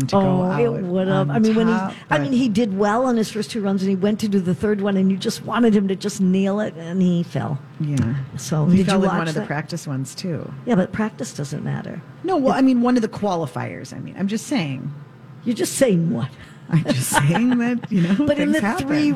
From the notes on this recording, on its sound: Live at Max's Fine Jewelry!